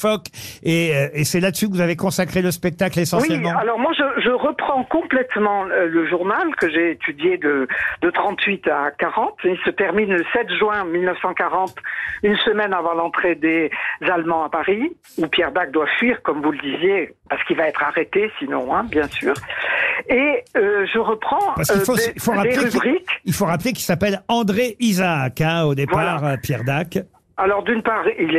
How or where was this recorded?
phone line